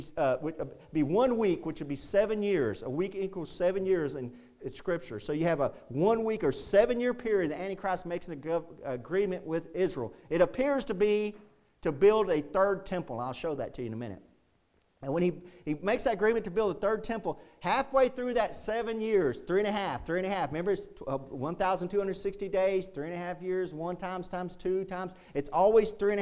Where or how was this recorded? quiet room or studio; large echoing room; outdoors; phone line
large echoing room